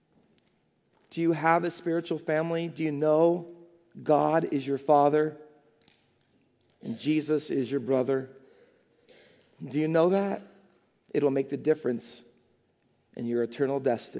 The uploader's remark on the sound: Faith Baptist Church in Hamilton, NJ.